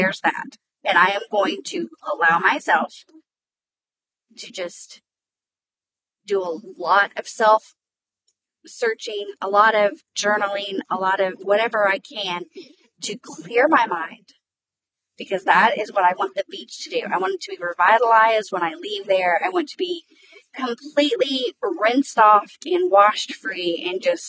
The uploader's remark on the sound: Wanted to share even though the audio sucks bad. I am sorry for the quality of the audio. I was not about to wait and find a quiet spot to get these thoughts out of my head in order to share.